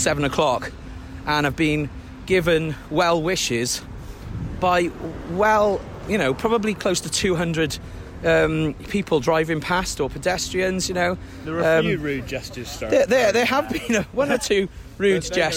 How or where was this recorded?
outdoors